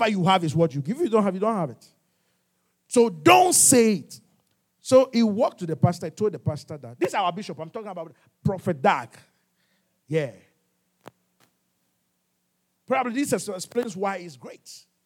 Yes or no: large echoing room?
yes